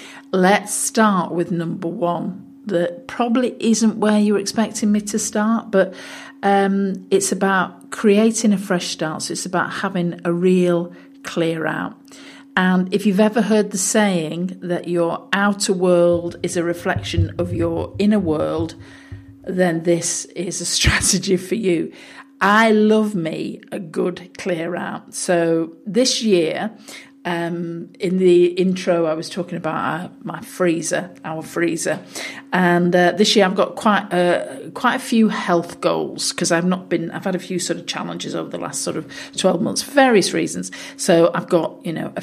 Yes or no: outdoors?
no